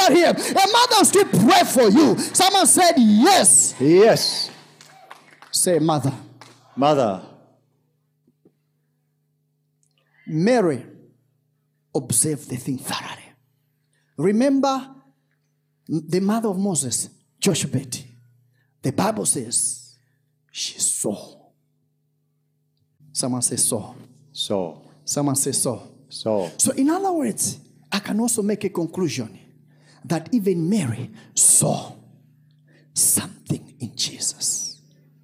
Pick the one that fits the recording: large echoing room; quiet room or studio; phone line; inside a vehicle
large echoing room